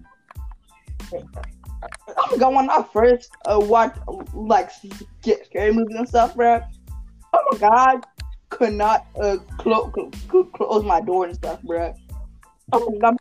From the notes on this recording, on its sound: audio we didn't notice till the last minute there's nothing we can do about it now